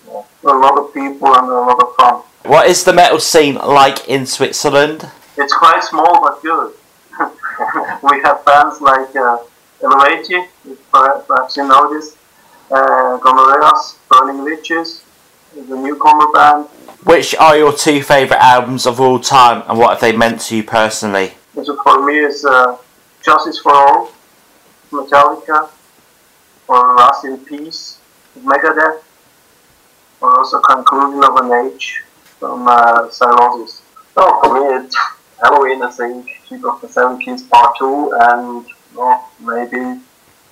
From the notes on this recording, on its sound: Sound quality isnt great, must be the highlands and mountains!